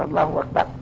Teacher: الشيء الواقع هو إبدال الهمزة واو